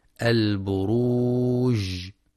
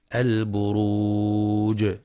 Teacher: ويخطئ من يقرأ بجريان النفس عند الجيم وقفا البروج، والصواب القلقلة · Shown in: second take